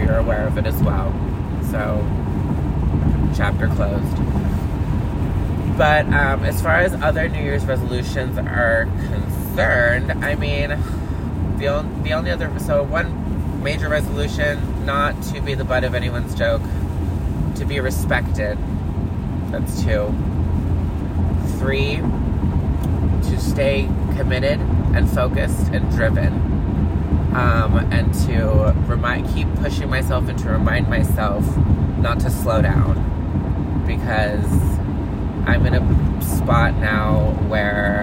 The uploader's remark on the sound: Coming to you LIVE from the car again!